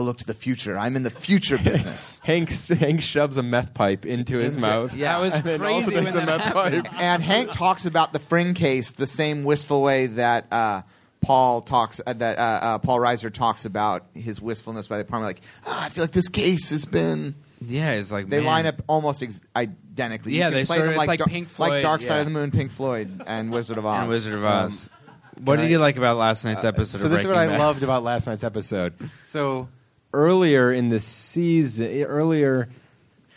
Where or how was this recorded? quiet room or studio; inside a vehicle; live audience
live audience